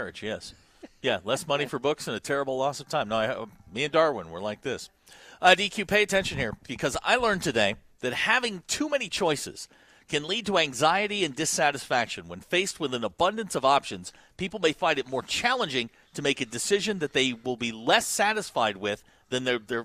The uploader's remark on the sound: live from the Stadium Shoppe in Fayetteville